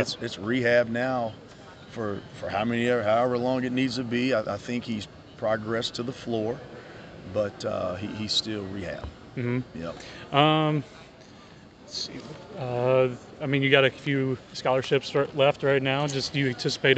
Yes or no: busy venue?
yes